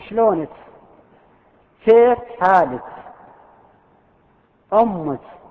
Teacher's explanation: يعني الكاف يخلطونها بسين، ما تدري كاف صافية · Term: كسكسة تميم